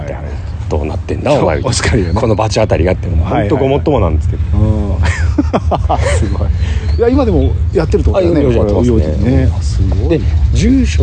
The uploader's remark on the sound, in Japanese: 上野浅草浜離宮 ロケ収録。100回SPの第4弾は、ロケ収録のまとめ。